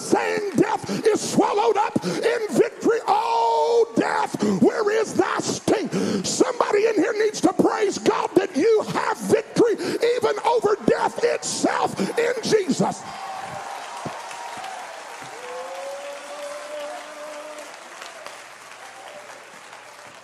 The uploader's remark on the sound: at Impact Youth Conference 2022